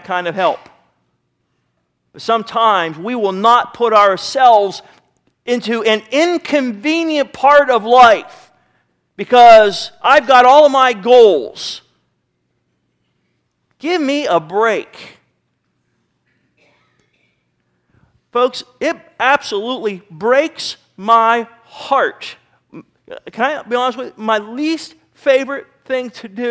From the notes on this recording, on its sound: Sermon was recorded May 10, 2009 at Northside Baptist Church of Elkhart, Indiana